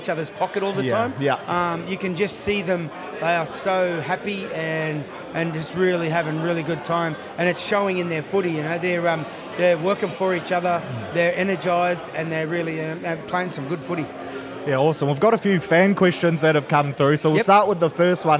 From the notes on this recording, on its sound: Live from the Lord Alfred on Caxton Street in Brisbane